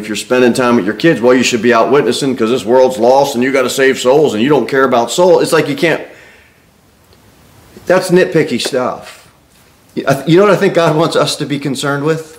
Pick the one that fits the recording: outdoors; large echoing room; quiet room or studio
large echoing room